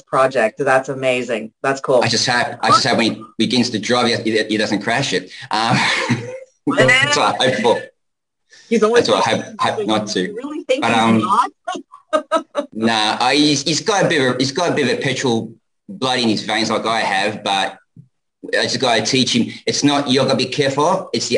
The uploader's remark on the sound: on our 2/20/2022 Zoom Show